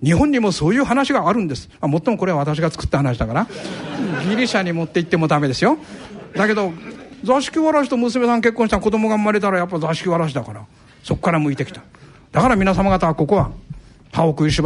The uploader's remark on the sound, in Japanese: ラジオＮＩＫＫＥＩの新社屋がある虎ノ門琴平タワーにて開催された、ラジオＮＩＫＫＥＩ開局６０周年記念「マーケット・健康寄席」の模様をお送りします。同公開録音の後半部分をお聞きいただきます。講演会『投資の極意』の模様。